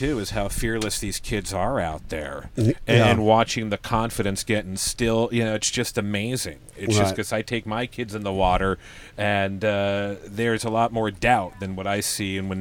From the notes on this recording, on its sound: Our first episode recorded in the #YEWbus.